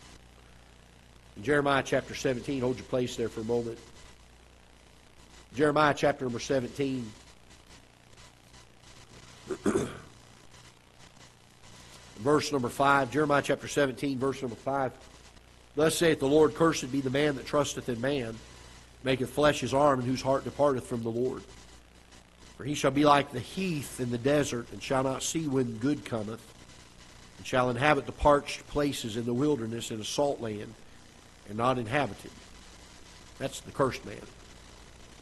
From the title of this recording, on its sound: Ketha Heights Baptist Church ~ Live Broadcast